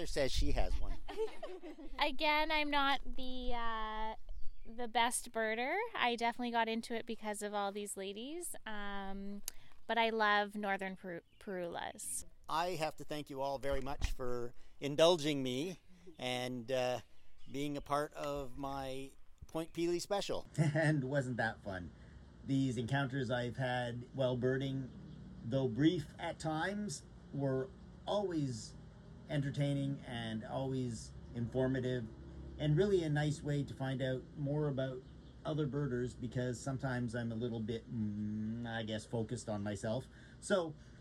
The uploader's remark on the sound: I took my recording device on the road to Point Pelee National Park, Long Point and Rondeau Provincial Parks and City View Park in Burlington, Ontario. I walked up to birders I have never met and birders I have known or at least seen on the trails.